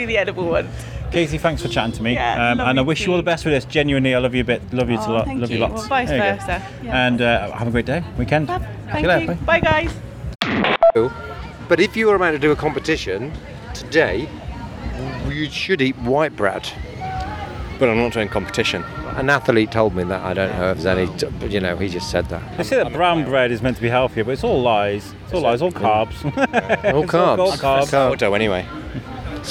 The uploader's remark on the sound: The good feels of the festival can be heard through this episode. Shrewsbury Food Festival - Day One.